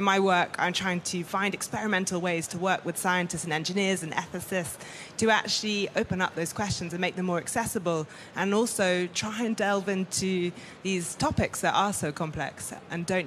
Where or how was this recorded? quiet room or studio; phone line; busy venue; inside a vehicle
busy venue